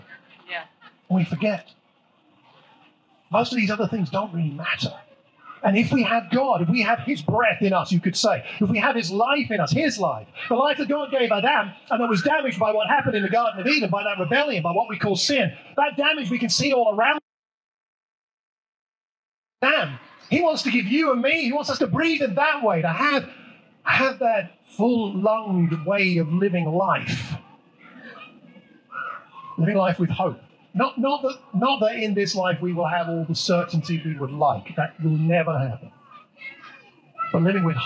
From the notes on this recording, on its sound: The annual outdoor service at Wellington Country Park was a delightfully hot day.